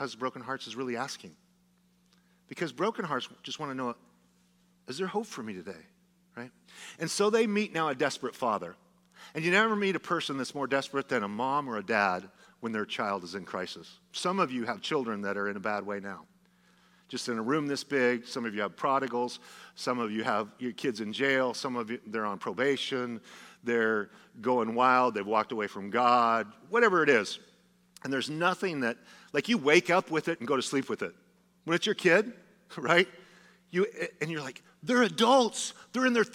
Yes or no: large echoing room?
yes